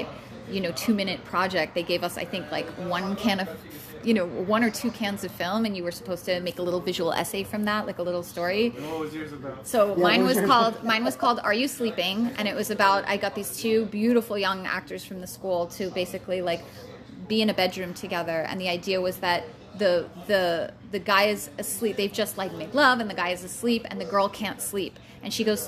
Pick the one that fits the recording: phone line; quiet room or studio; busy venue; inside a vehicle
busy venue